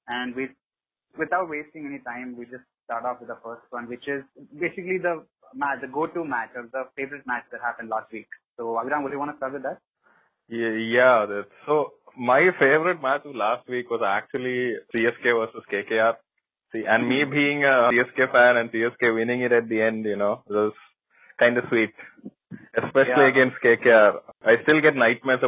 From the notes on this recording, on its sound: we get on a phone call (we will get better at this, we promise)